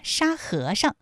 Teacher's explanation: 沙和尚这三个字，他们的声调分别是一声、二声和轻声。特别注意，沙和尚，在这里面最后那个上，它是读轻声。你答对了吗？好，听完了好听的《西游记》之后呢，我们继续为大家带来的是成语里的名人故事。今天要听的是扑朔迷离。那你知道扑朔迷离这几个字的声调分别又是什么吗？好，我们继续听故事之后揭晓答案。扑朔迷离人难辨，忠孝两全花木兰。同学们好，咱们今天要讲的成语是扑朔迷离。话说呀，北魏时期，以游牧为生的柔然国不断南侵，这就进犯中原了。北魏皇帝下令征兵进行防卫。那个时候有一个小姑娘叫花木兰呢，她的父亲呢就